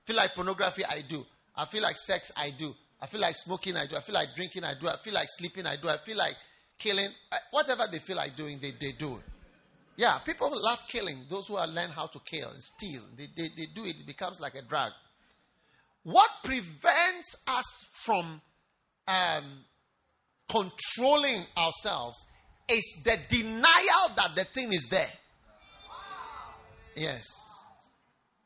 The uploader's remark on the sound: Preached at the First Love Church, UPSA